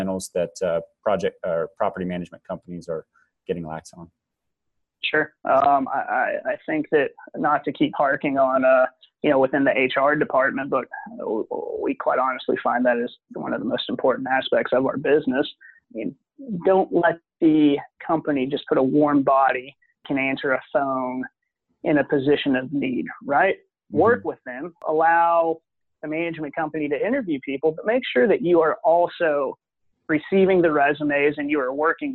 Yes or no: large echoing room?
no